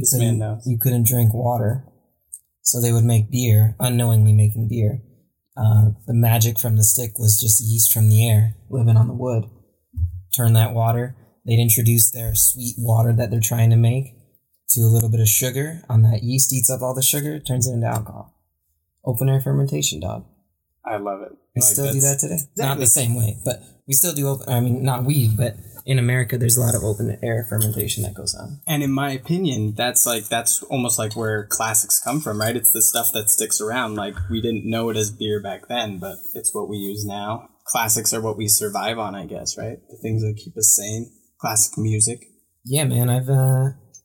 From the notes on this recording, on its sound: Please excuse the poor audio editing